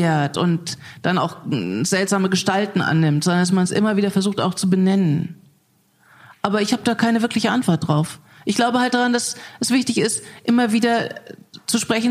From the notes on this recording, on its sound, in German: Wir haben uns live in München vor Publikum unterhalten.